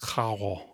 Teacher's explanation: in some Caribbean varieties of Spanish, it might sound more aspirated